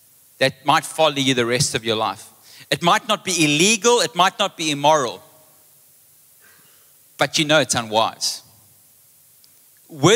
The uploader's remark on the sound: Recorded live on Sunday the 16th April 2023.